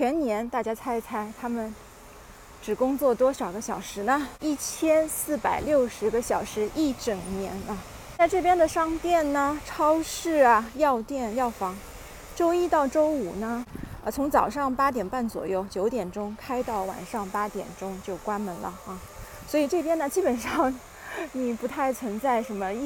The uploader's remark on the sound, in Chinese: 边走边聊奥地利。